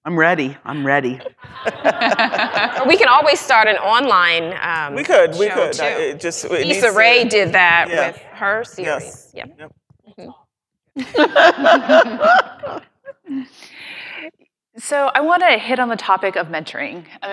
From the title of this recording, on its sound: Live at FPA Retreat